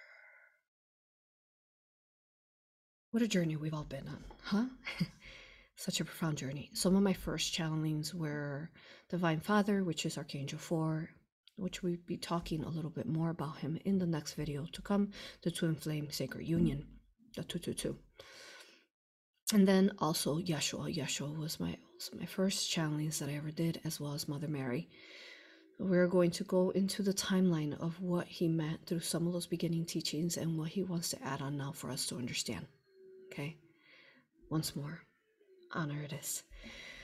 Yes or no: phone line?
no